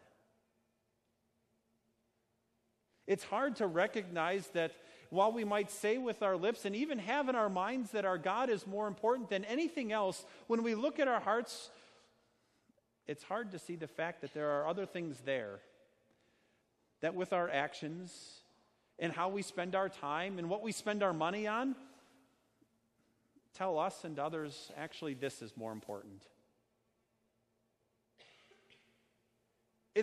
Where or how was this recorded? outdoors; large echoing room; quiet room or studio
large echoing room